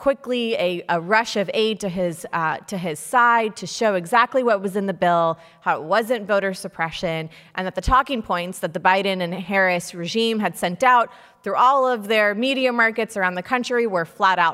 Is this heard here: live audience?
yes